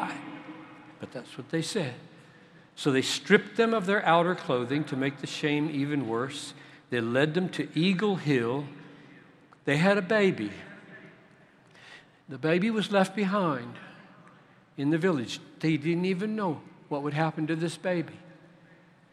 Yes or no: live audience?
yes